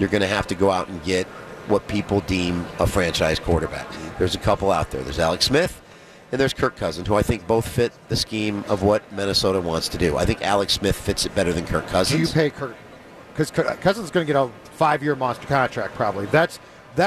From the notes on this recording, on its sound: live from Radio Row all week